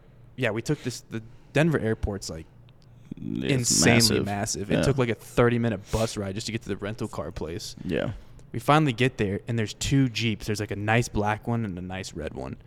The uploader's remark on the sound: we are live from the legendary Grizzly Rose in Denver, CO